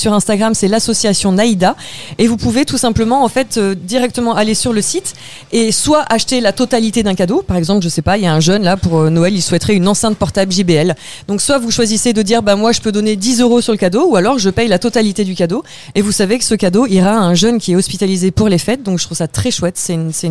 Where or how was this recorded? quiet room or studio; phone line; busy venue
busy venue